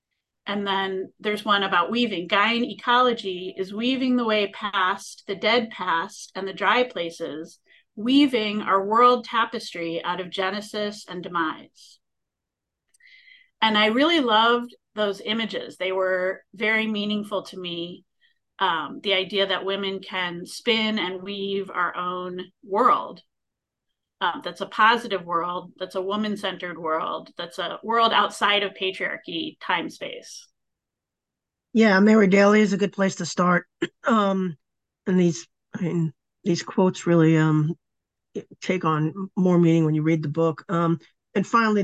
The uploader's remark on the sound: A live webinar